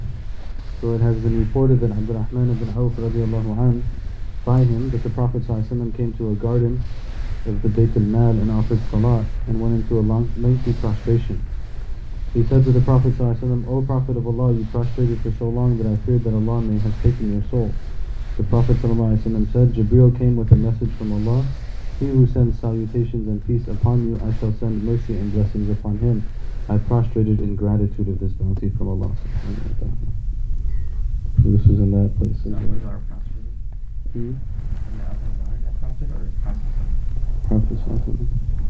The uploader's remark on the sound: Visiting the Sacred Places - 06 (poor audio quality -sorry-).